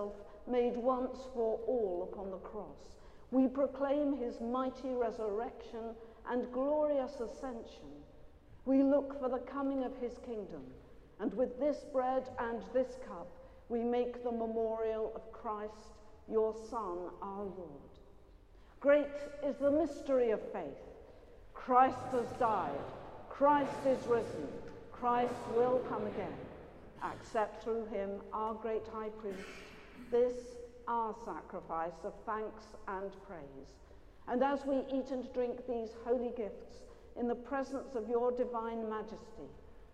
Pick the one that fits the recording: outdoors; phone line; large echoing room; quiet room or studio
large echoing room